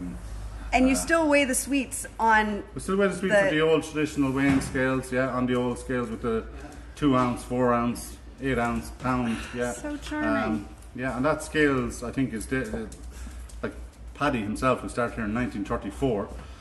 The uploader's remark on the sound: Live from Morrissey's Pub in Abbeyleix, County Laois.